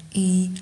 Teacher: 读的是我们的一号元音，也就是一，嘴巴呢，成微笑状